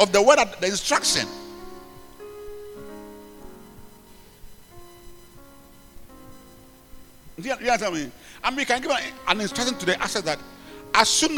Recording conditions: large echoing room